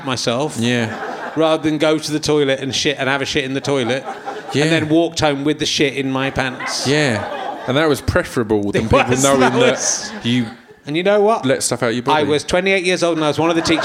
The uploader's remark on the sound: chats with the audience in his usual unpleasant manner